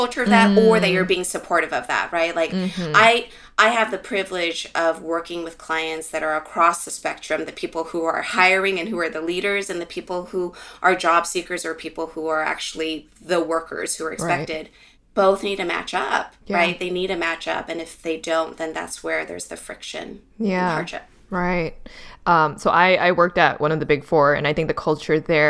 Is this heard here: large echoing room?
no